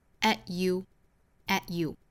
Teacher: 如果把它当成一个辅音来看待那么 at you 这里面的 t 的发音呢我们就不爆破出来了